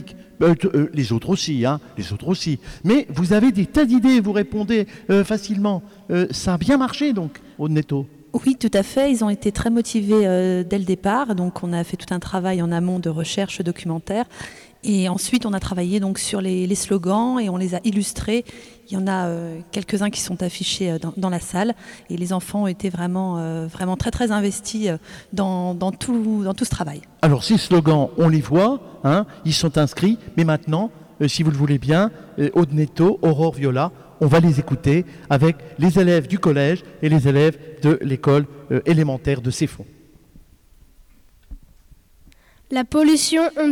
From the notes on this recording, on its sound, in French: Une émission de web radio a été enregistrée et diffusée en direct de Canopé Saint-Dizier.